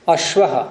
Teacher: शकार और वकार, इनका नाम संयोग हो गया तो अ बन जाएगा गुरु अश्व का